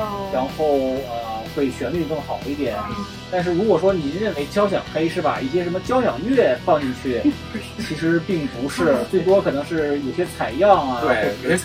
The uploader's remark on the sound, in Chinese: 这期用手机录的，音质有限。